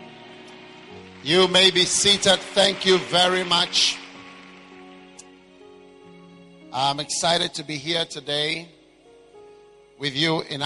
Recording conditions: large echoing room